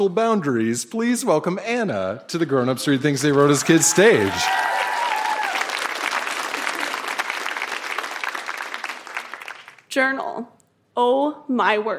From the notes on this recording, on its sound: Recorded live at The Rec Room in Edmonton.